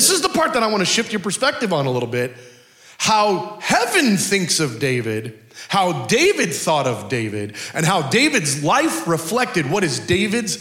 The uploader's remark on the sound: Culture of Prayer Conference Session 3